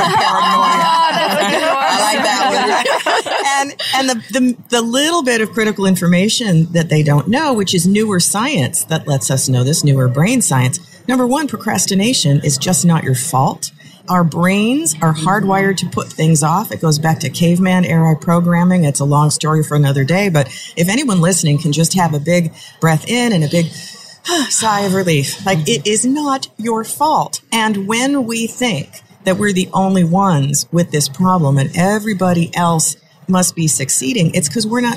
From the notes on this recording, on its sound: This is a live recording from Podcast Movement 2019 in Orlando Florida.